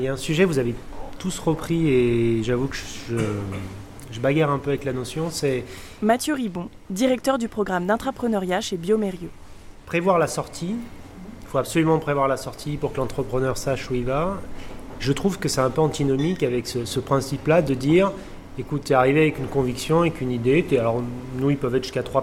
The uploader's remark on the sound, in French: Pour en parler, Sparklab a organisé sa première soirée Curiosity. Une table-ronde au Café Joyeux, à Lyon, a réuni trois intervenants venus partager leur expérience.